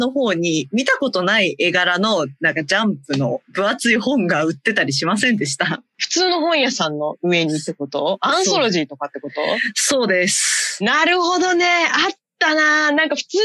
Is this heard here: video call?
yes